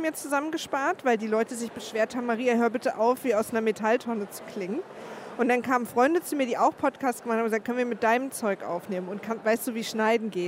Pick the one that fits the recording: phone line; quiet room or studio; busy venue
busy venue